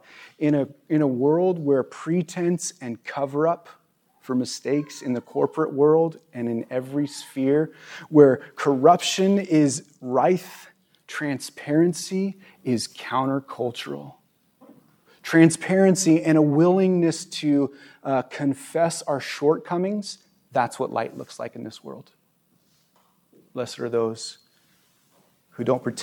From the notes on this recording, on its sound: at our new location at View ridge Middle School in Ridgefield, Wa.